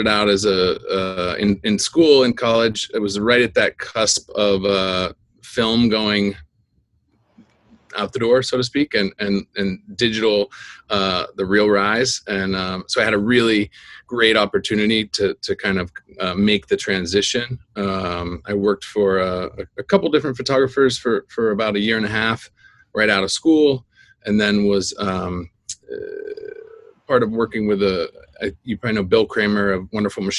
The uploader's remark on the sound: In our first Zoom PRO EDU Photography Podcast interview